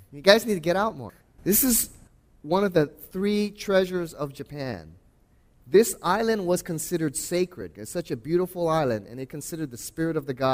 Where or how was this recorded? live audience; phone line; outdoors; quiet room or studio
live audience